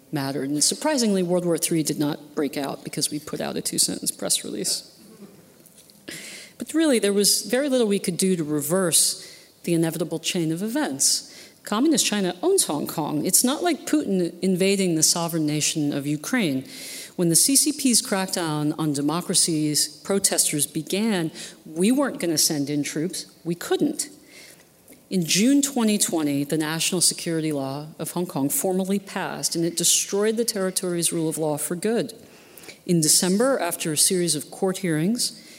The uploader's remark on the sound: at this year's Acton Institute Annual Dinner